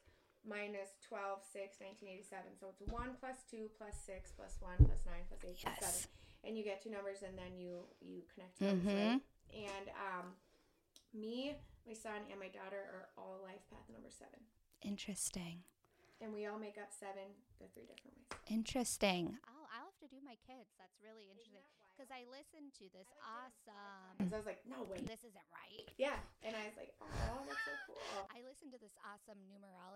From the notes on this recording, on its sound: For the first time in a long time I messed up and forgot a step while we were recording. I did my best to make the audio work.